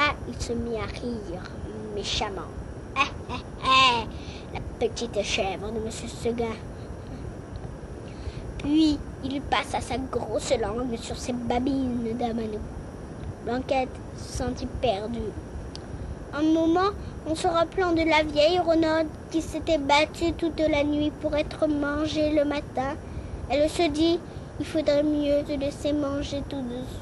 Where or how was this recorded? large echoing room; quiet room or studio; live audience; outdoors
outdoors